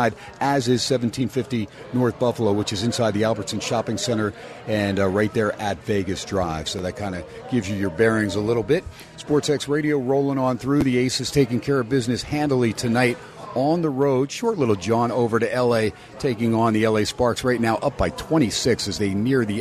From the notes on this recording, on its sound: "Live" from #SteinersPub in #LasVegas.